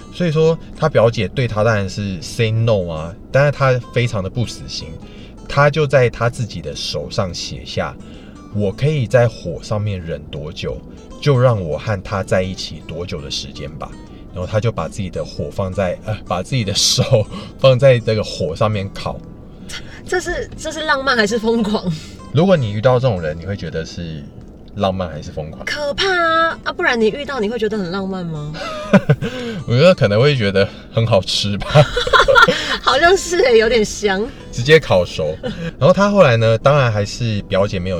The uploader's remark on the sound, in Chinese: 先為爛音質說抱歉！這集在車子裡錄的。